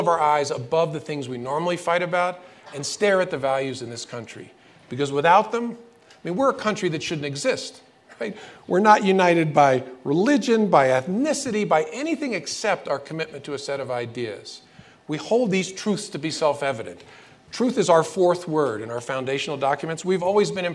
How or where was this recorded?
live audience